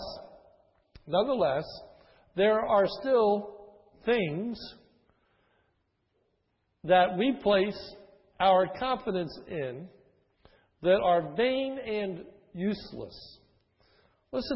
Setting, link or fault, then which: setting, large echoing room